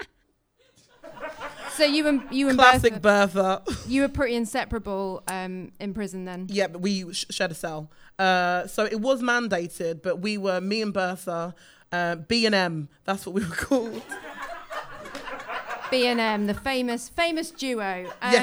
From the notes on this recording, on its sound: Improvised in front of a live studio audience, this show has scenes and songs suitable for a more ‘mature’ audience.